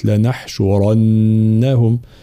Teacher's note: الراء طبعا مفخمة في كلمة لنحشرنهم، لا نقول لنحشرنهم، لا.